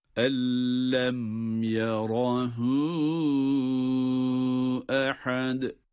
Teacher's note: Meddi munfasıl. 4 elif miktarı kadar uzatılabilir.